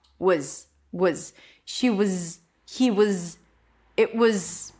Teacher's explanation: When it comes to was, the W needs to stay, thank God. So all I do is reduce the vowel in the middle to a schwa.